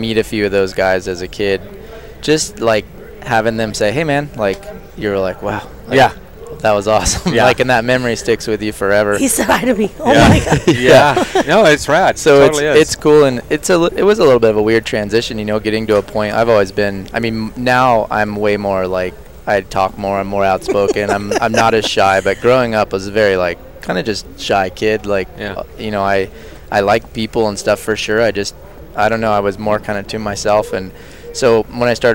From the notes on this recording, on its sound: out at the US Open in Killington, VT.